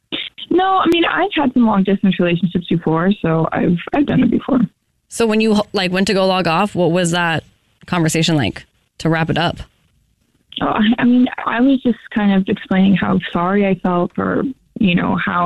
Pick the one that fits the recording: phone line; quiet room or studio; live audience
phone line